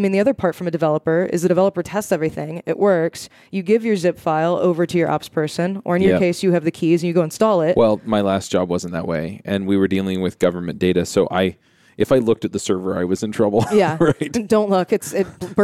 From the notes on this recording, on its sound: Coming to you live from the podcast booth at Microsoft BUILD